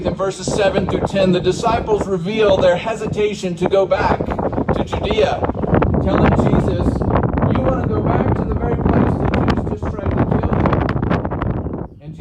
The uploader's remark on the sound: Waypoint Drive-in Christian Church. Sorry about the wind.